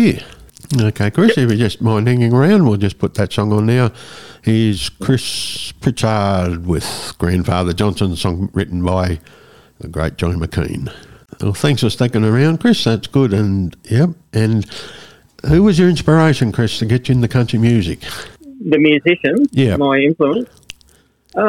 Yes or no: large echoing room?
no